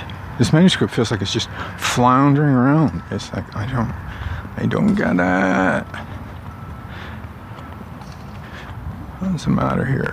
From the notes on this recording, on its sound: Lots of heavy engine noise this morning.